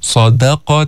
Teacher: فخمنا في الصاد عند الدال، نزلنا لأنه الدال مستفلة مرققة